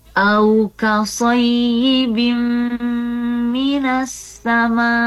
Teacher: kasrotain in-nya dibaca masuk ke huruf mim · Term: idgham bigunnah